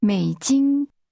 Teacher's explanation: American dollars is pronounced with a falling, rising tone, followed by a high level tone.